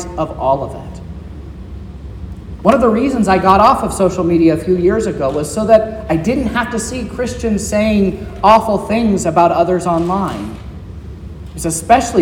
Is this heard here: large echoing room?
yes